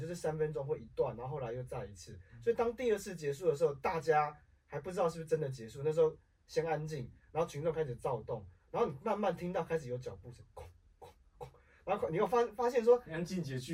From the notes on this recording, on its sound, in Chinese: 錄音重大失誤，抱歉！我們忘了按下介面器上的錄音按鍵。